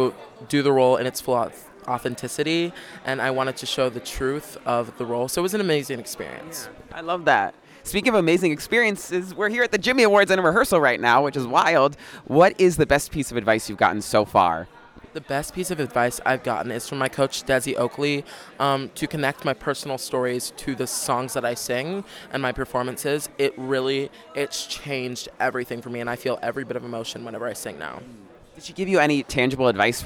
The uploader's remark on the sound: Inside Jimmy Awards 2023 Rehearsals. LIVE inside rehearsals for the 2023 Jimmy Awards (The National High School Musical Theatre Awards) at The Juilliard School in New York City.